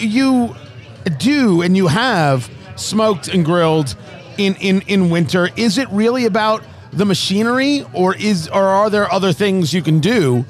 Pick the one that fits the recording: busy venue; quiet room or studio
busy venue